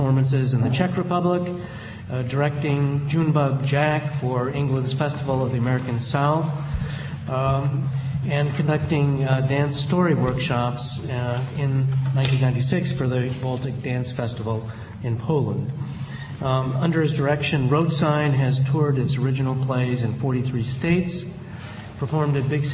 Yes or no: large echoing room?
yes